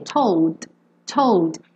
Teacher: Se você quiser falar esse D, told, told, ele tem que ser só o D, só a percussão, tá? Told.